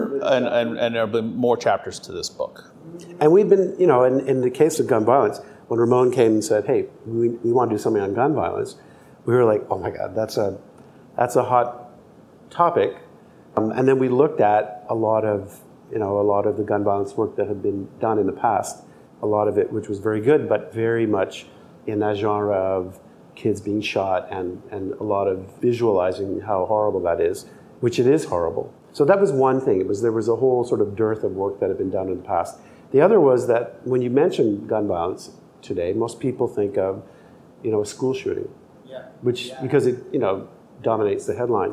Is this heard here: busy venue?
yes